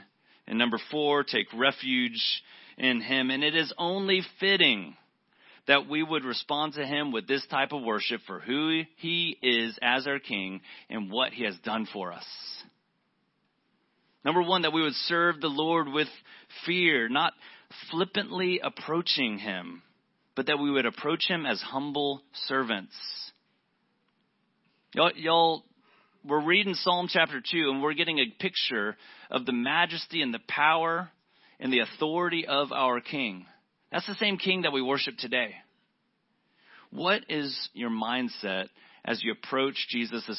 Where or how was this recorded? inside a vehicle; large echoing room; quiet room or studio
large echoing room